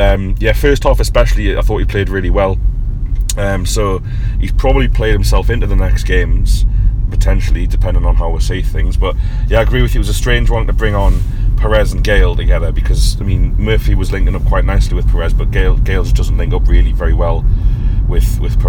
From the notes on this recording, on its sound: Talk to you from the car on the way back from Birmingham.